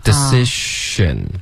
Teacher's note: Decision 这个 z 的音呢，你卷舌了，发成一个 z 的音了。记得它是一个 sh 的一个嘴型